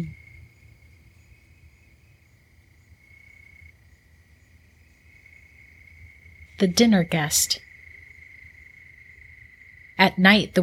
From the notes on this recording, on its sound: To the calming sounds of a forest at night. ASMR warning.